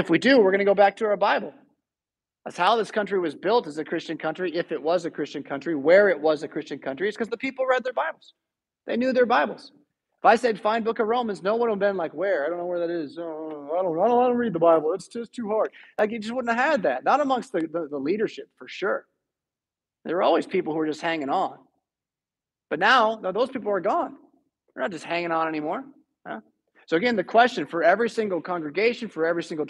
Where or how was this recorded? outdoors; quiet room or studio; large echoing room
large echoing room